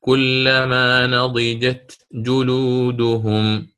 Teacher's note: ما دمت سأتي بالإظهار يجب أن أبين الشدة والهمس في حرف التاء